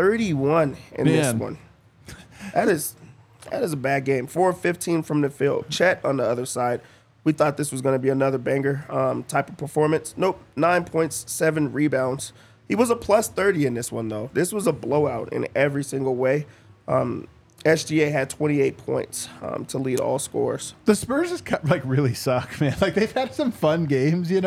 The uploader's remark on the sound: come to you LIVE from the DNVR Bar